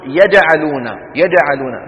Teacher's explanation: عيبها أن صاحبها استعمل طرف لسانه بالإضافة إلى وسط لسانه